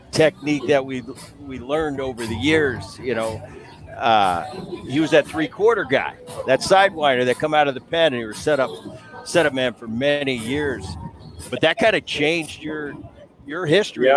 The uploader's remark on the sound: Live From MLB All-Star Weekend. Is in Seattle for the MLB All-Star festivites and is joined live by two former teammates.